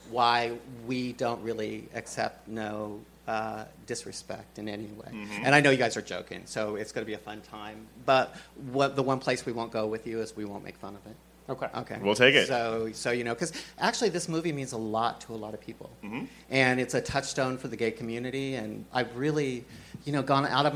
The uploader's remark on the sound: There's a catch: it's LIVE! As part of Fantastic Fest's queer horror sidebar.